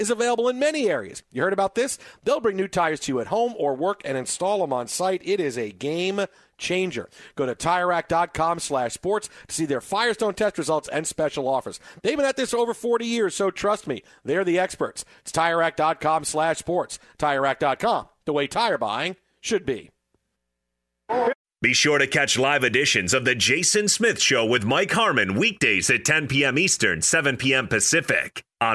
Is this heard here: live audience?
no